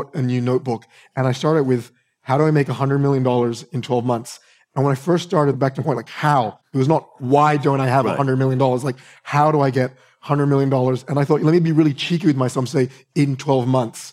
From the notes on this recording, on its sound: Live from A-Fest Bali's stage